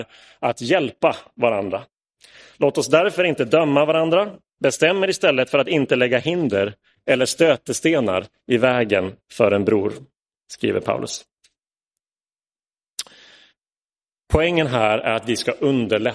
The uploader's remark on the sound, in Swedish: Inspelad i Roseniuskyrkan den 10 juli 2022.